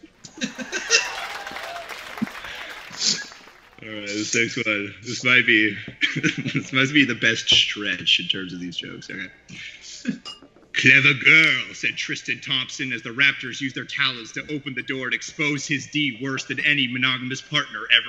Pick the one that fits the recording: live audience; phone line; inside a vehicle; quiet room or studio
live audience